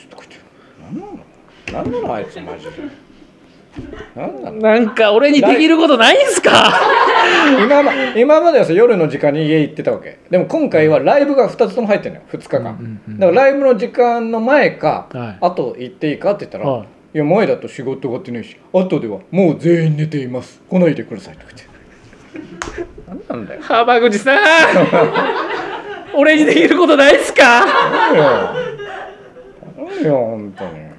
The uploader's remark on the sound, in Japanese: 公開収録